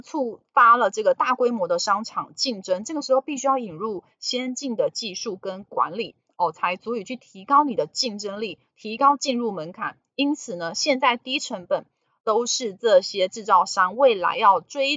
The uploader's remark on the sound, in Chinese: 本集有些許雜音，已亟力避免，如有察覺請多多包涵